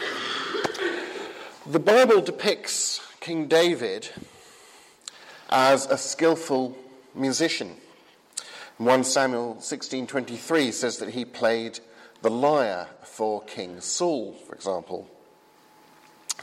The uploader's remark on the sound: from the 8 am service at Highfield Church Southampton, 27th September 2015.